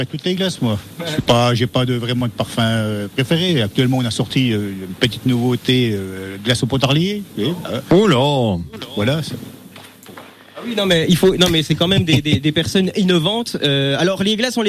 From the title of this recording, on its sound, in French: depuis "La viennoise", patisserie-glacier depuis 1890 à Besançon